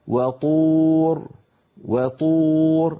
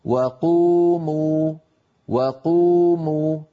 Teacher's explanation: وهو أن الطاء مستعلية مطبقة بينما القاف مستعلية منفتحة